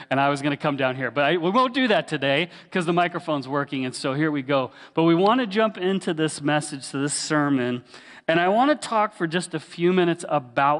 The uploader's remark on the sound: This recording captures a sermon delivered live at Willow Creek Baptist Church in Midhurst, Ontario, near Barrie.